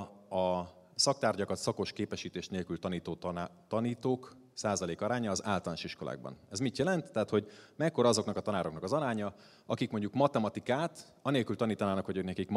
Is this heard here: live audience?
yes